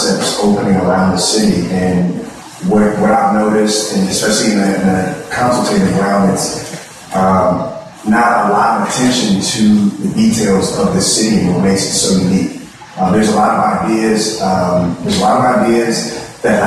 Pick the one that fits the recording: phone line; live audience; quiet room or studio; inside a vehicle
live audience